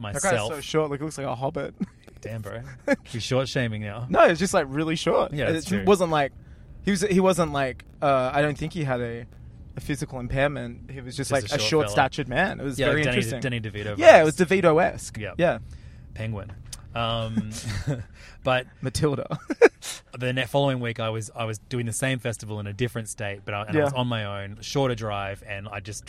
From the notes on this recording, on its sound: Two boys in a car driving to the premiere of a TV show at a movie theatre